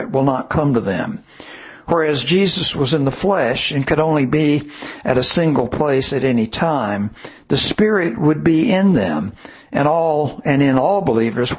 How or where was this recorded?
large echoing room